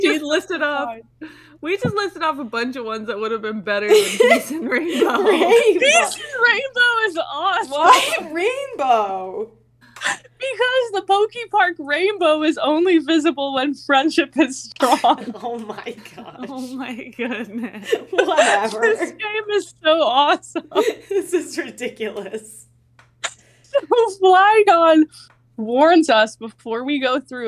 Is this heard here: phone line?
no